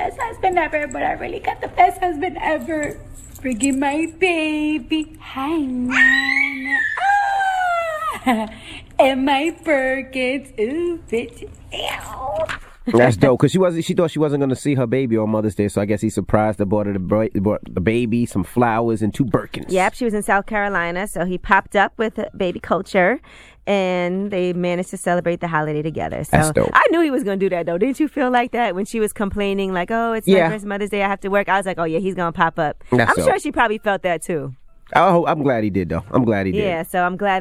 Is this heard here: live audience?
no